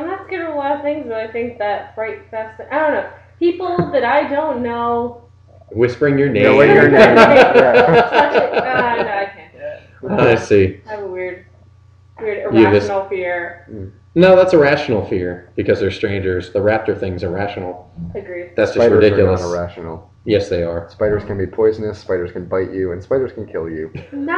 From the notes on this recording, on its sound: Due to a technical issue, the recording quality of this episode is lower than usual